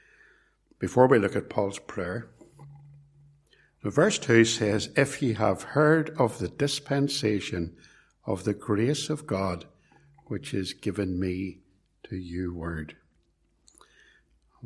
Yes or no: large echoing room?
yes